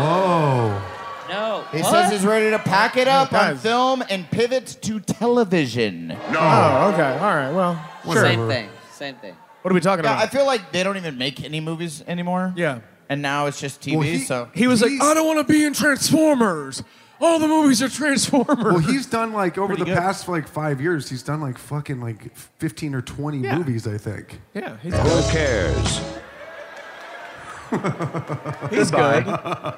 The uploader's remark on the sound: Live from Long Island!